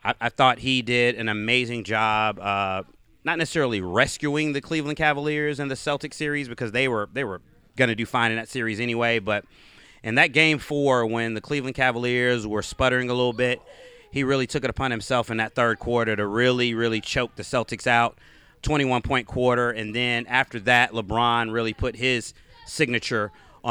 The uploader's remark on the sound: we are LIVE from poolside